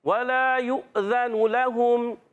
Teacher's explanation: واو ادا ہوتا ہے واو کہہ رہے ہیں ہونٹوں کی گولائی سے